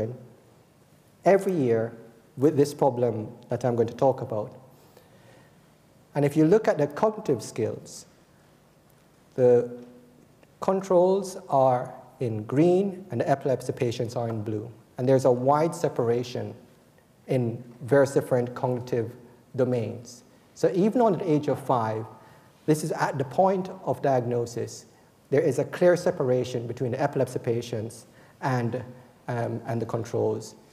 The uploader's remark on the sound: Recorded on 9 October 2014 at the University of Edinburgh's Anatomy Lecture Theatre.